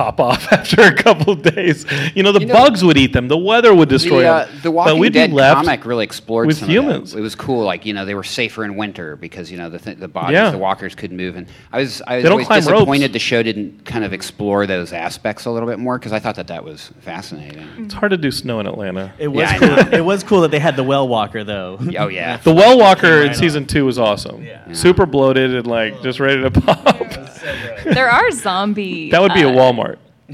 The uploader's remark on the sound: LA Comic Con 2018! Geekscape gathers a panel of experts at Los Angeles Comic Con.